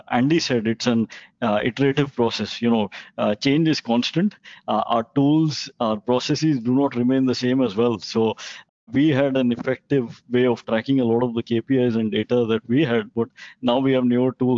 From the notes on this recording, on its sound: This podcast episode is the recording of an online experts panel.